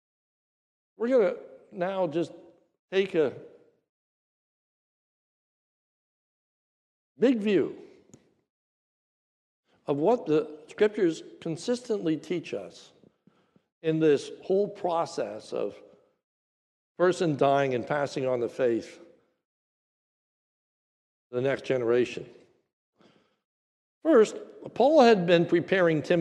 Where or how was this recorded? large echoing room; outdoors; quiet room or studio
large echoing room